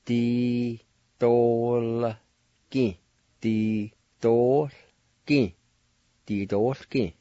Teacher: And in this word, the A with the L will be silent. And there's a faint H sound right between the O and the L